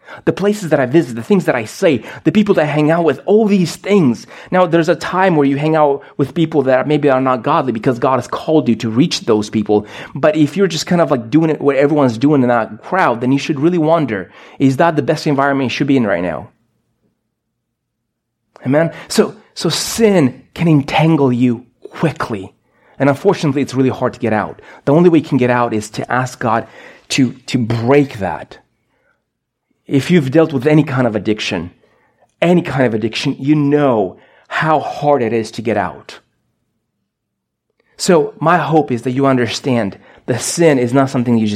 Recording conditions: large echoing room